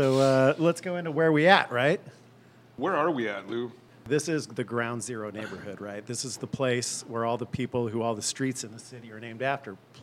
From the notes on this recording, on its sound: Recorded in the dark, spooky basement of the Merchants Cafe. Recorded live at Merchants Cafe.